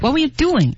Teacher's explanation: 然后再强调 doing，对，因为它本身就是个关键词